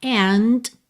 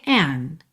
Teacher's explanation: Letras pintadas de vermelho são consoantes oclusivas que podem aparecer mais, menos ou nada. Então pode soar and, e você ouve o t, t, essa percussão do D, ou você pode ouvir an